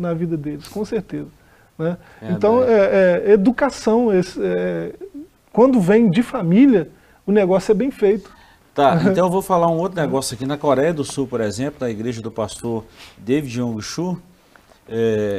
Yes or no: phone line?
no